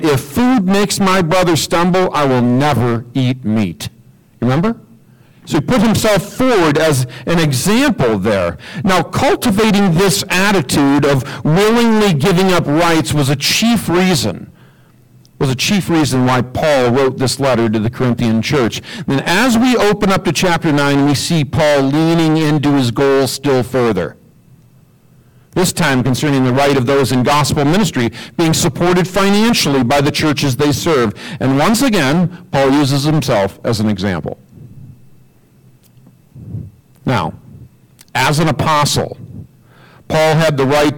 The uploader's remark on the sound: We are in the process of upgrading our AV equipment and working out the bugs. As a result, this week's audio is somewhat distorted.